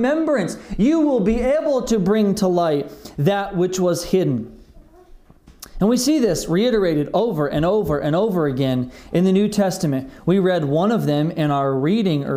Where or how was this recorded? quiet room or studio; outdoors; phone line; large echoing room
large echoing room